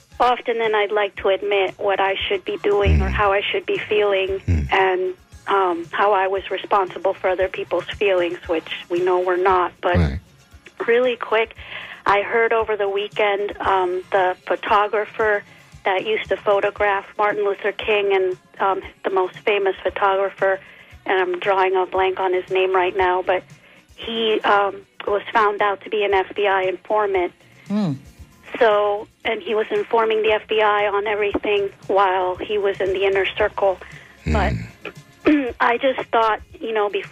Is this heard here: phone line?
yes